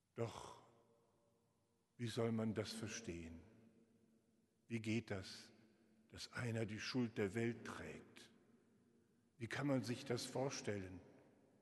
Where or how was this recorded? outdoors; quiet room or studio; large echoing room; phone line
large echoing room